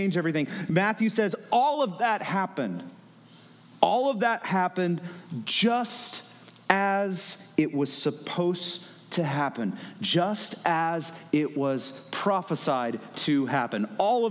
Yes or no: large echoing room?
yes